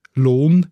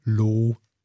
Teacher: Oder dann das N, das wegfällt bei Obwalden · Shown in: second take · Lohn in Nidwalden, Loh in Obwalden.